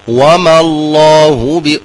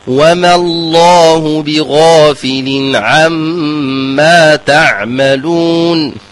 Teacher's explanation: وما الله وهو خطأ فالميم كما ذكرت فهي مرققة نقول وما الواو مرققة ثم ميم مرققة ثم تفخيم اسم الجلالة في أعلى مراتب التفخيم · Shown in: second take